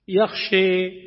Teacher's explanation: ونطق الألف بين الألف والياء نحو يخشى · Term: بين بين